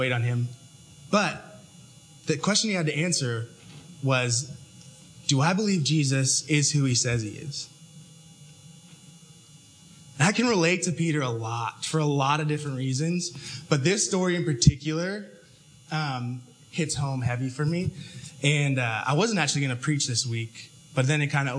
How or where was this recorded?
large echoing room